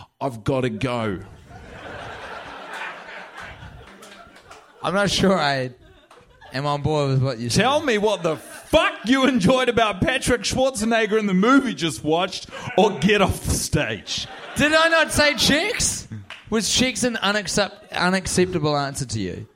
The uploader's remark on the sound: Recorded live in front of a soldout CineFamily crowd on Sunset in Los Angeles, California. After a public viewing of the movie.